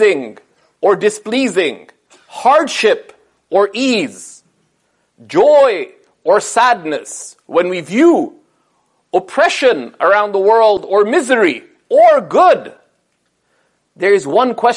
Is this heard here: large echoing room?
yes